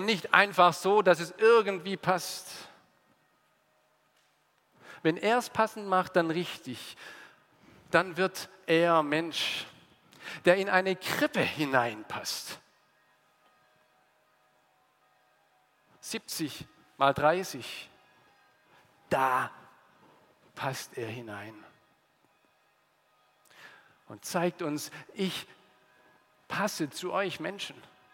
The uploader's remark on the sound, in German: aus dem Gottesdienst der Liebenzeller Mission